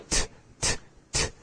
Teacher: The t sound is what they call a dental sound because you're using your teeth, you know, like you're placing your tongue up against your teeth or around that general area, t, t, t, which is also just slightly above the teeth around the, you know, towards the gums and the roof of the mouth, the palate.